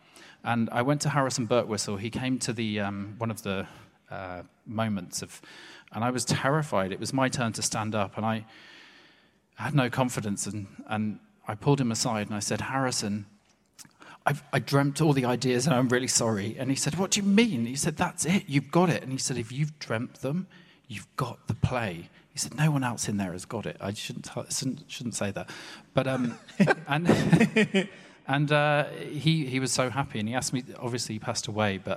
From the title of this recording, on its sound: Live at Hay Festival